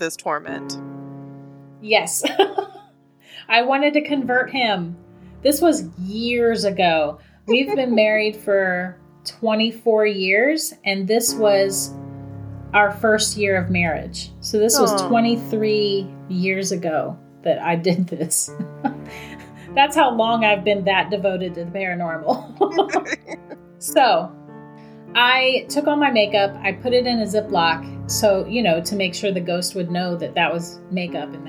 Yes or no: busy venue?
no